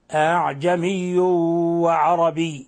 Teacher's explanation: لم ننطق بها همزة محققة ولم ننطق بها ألفا خالصة، وإنما هي بين بين · Term: تسهيل